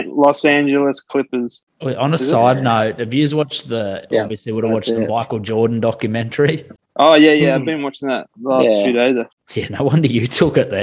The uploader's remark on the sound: I jump on a zoom with my 2 brother